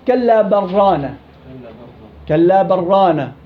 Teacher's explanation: اللام في بل بدي أخليها راء · Term: الإضغام